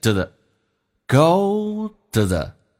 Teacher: to 跟 the 碰在一起，咬舌音 th 可以变成一个 z 这个发音，这是一个规则，就变成 the the go the the.